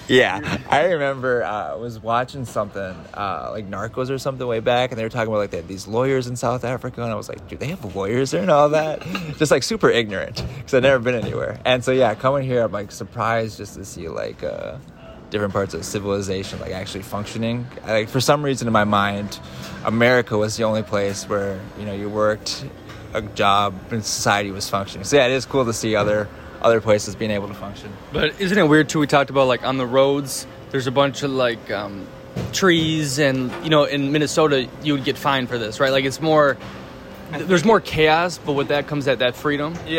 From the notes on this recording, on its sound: In second the part they record live from a cafe after being in Playa Del Carmen for 24 hours.